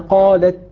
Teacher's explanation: انحبس الصوت للحظة ثم يجري النفس · Term: الهمس بعيد الشدة